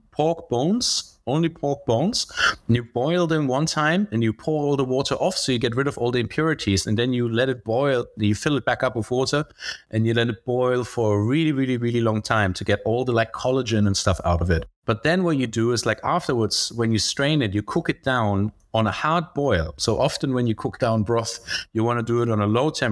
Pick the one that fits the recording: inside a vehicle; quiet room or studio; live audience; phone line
quiet room or studio